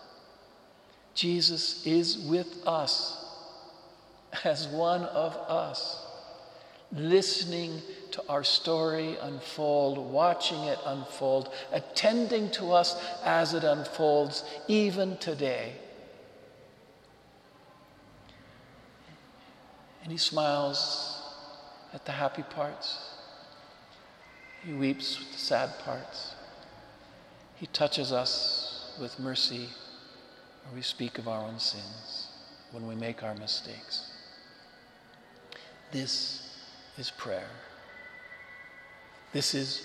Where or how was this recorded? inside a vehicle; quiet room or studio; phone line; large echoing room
large echoing room